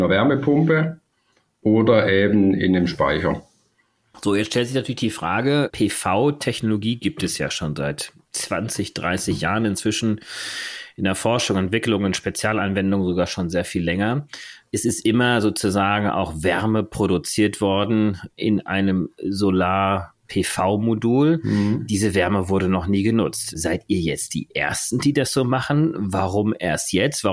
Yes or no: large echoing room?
no